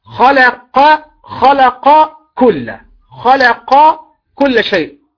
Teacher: فالذي يميز القاف من الكاف هو وجود الجهر في القاف ووجود الهمس في الكاف